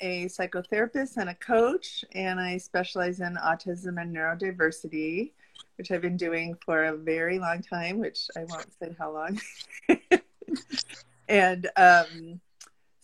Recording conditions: video call